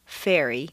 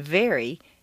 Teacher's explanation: Although F and V are in exactly the same position, F is a hiss and V is a buzz. The V is the voiced pair of F, as you saw in Chapter 2.